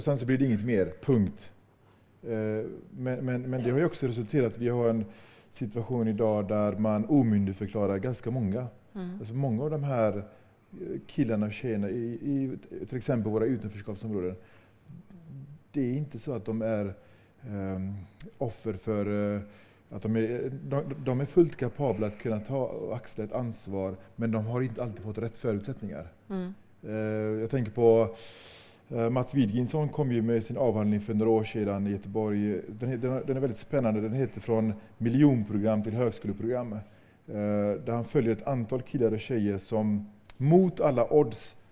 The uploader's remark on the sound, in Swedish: Den 29 januari 2020 anordnades en studentafton